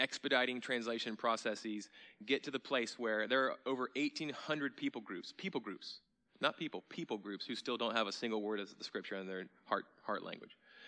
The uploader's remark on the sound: at Sojourn Galleria Church on Sunday, November 4, 2018